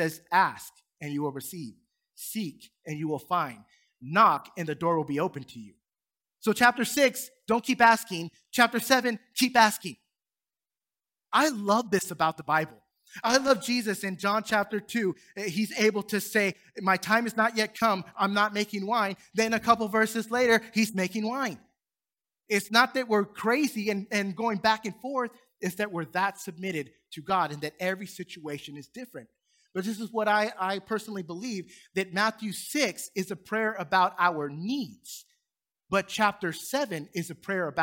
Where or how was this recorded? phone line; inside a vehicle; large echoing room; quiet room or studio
large echoing room